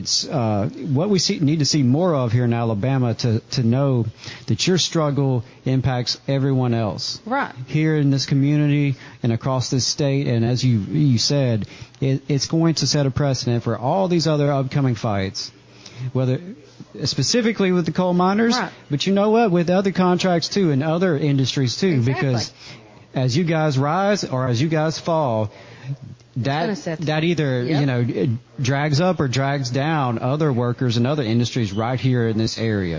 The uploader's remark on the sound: LIVE from the UMWA Fundraiser